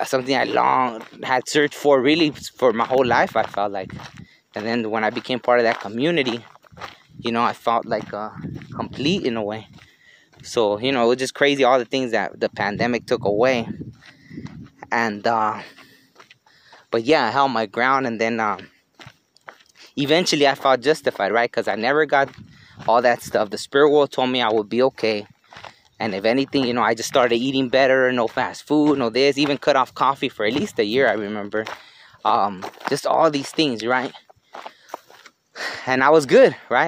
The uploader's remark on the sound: was recorded while on a hike.